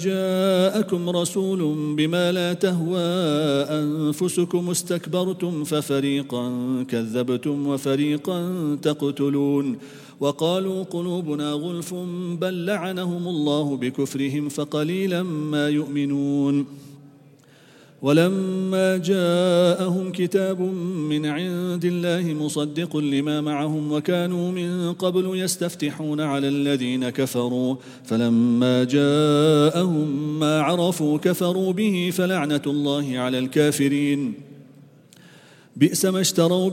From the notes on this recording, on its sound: At the Houghton Masjid (West Street).